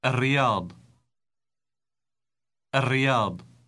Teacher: Note how the L in the article is pronounced R